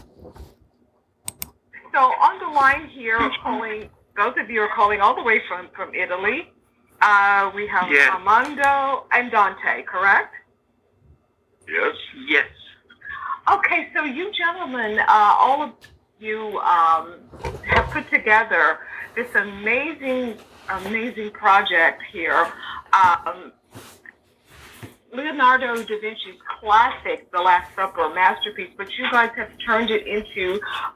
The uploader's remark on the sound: Phoned in directly from Rome earlier this week to chat about the film.